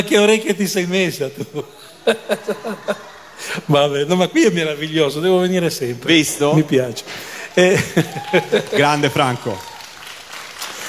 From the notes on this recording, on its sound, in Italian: Dal palco centrale di Lucca Comics & Games 2017.